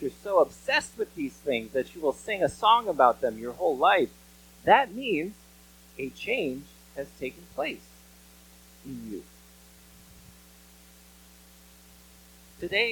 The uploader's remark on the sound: Bare with us as we struggle with a few tech issues. If you hear the mic fading in and out, know that we are aware of it and trying to fix it before next week!